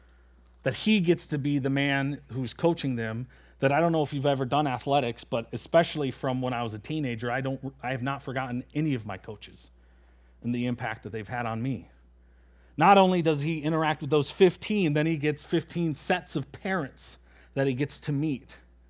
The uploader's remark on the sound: at Springbrook Church in Antigo, WI.